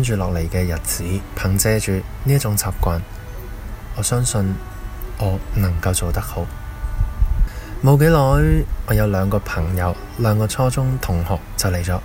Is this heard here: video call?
no